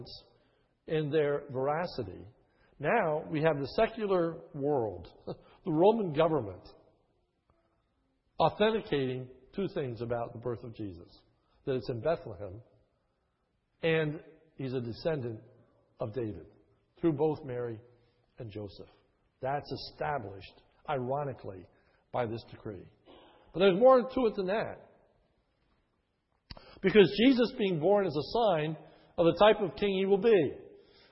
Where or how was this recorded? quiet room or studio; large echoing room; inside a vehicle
large echoing room